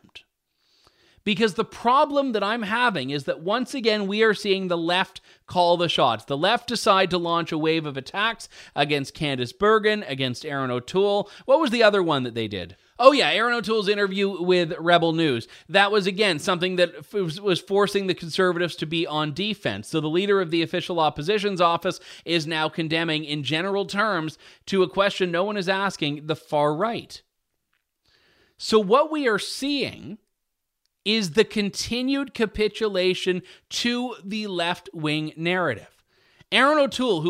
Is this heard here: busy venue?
no